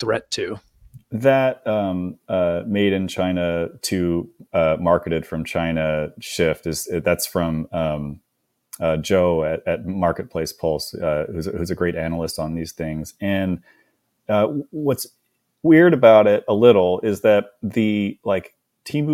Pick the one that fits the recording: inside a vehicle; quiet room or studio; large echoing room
quiet room or studio